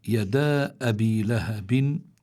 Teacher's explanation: يدا عنا هون ألف لينة جاء بعدها همزة، الألف في كلمة والهمزة في الكلمة التي تليها، فبيكون هون عندنا مد منفصل وحكمه الجواز، يمد حركتين أو أربع حركات.